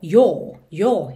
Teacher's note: O próprio inglês britânico, ele já fecha um pouquinho mais esse som do O.